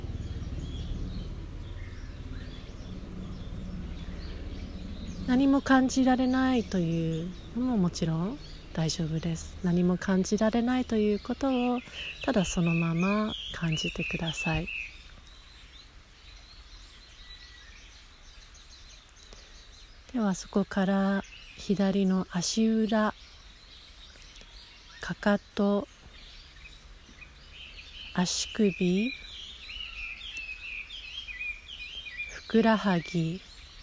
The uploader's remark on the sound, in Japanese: 自然音とともに行うボディスキャン瞑想。逗子の披露山公園の山の中で録音したボディスキャン瞑想です。